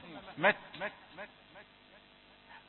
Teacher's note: التاء صفة الهمس فقط، يعني ليست قلقلة وإنما مهموسة، مت، مجرد همس.